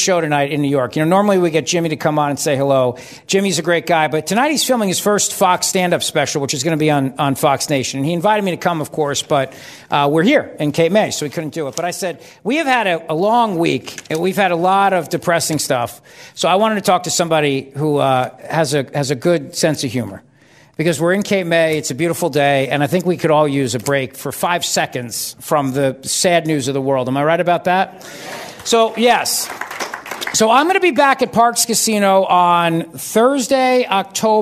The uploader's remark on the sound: LIVE from the Grand Hotel in Cape May, New Jersey